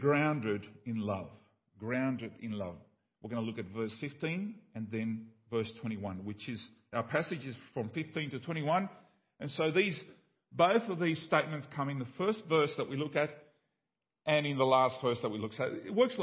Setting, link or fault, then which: setting, large echoing room